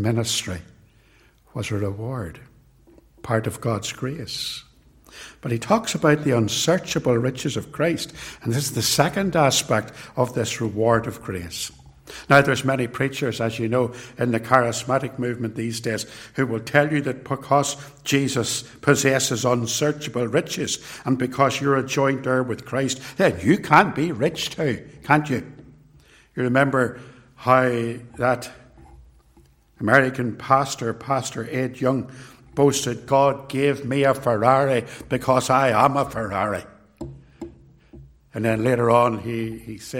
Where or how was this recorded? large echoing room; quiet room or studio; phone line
large echoing room